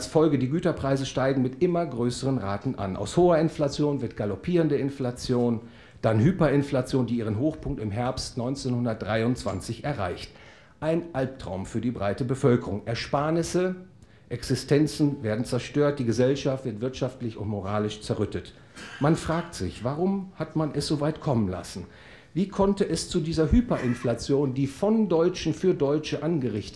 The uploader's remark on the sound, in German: Gehalten auf der ef-Konferenz am 18. Januar 2020 auf Usedom.